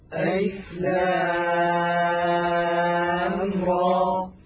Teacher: لام مددناها ست حركات لأنها لازم حرفي مخفف، را مددناها بمقدار حركتين لأنها مد طبيعي